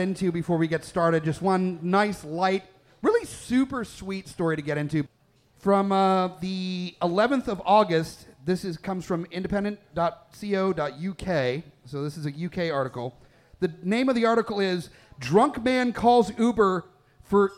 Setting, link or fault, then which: setting, live audience